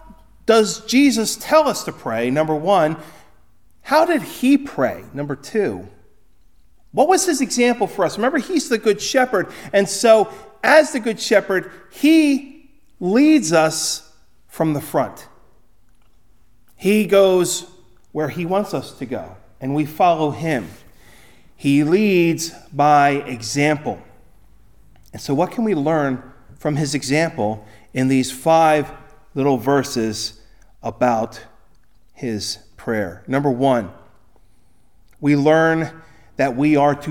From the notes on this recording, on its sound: Recorded at Ebenezer UMC on February 4, 2024